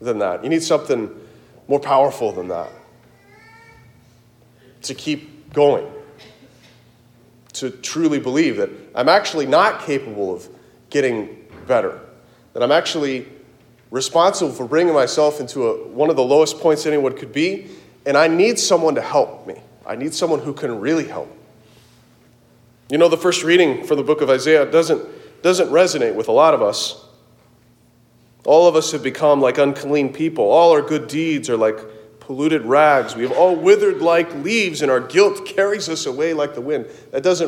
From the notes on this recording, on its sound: Delivered at Christ the King Church, Kansas City, KS